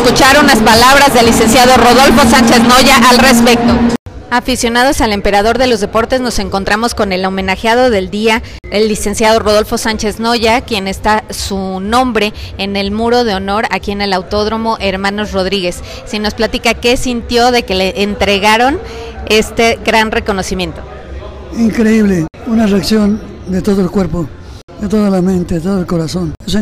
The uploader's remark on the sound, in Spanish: También platicamos en vivo desde el autódromo.